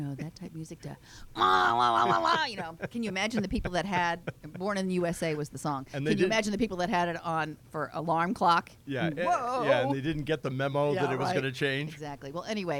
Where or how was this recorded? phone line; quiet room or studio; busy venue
busy venue